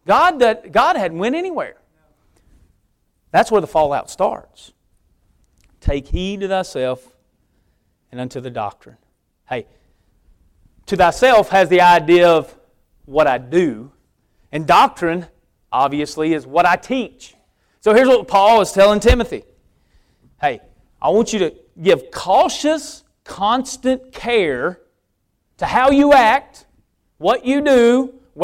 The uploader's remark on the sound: preaching at Victory Way Baptist Church